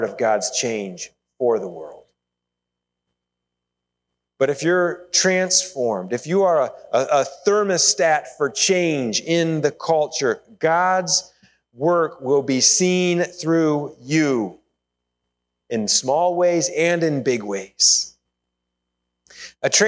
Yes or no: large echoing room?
yes